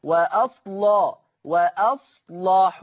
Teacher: فاللام مفتوحة ومسبوقة بصاد ساكنة، فما حكم اللام حينئذ؟ حكم اللام التغليظ قولا واحدا، وأصل وأصلح، ولا يطغى تغليظ حرف اللام على ترقيق الحاء، وأصلح حو وأصلح، هكذا.